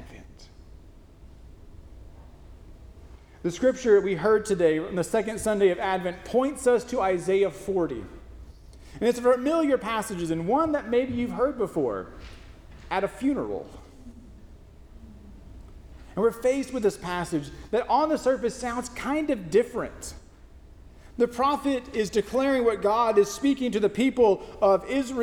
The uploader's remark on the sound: First Christian Church (DOC), Longview, Tx.